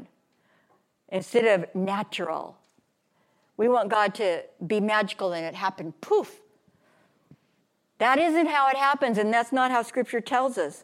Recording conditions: large echoing room